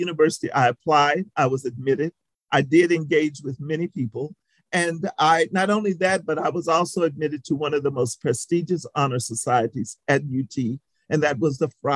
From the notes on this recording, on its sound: This was a virtual presentation, recorded on February 23, 2022.